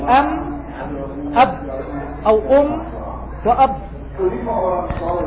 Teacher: الميم والباء من إطباق الشفتين، والواو من تدوير الشفتين